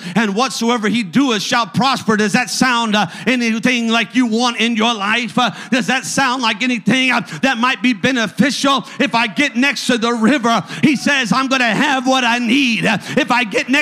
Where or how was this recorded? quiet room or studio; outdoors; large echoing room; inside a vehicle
large echoing room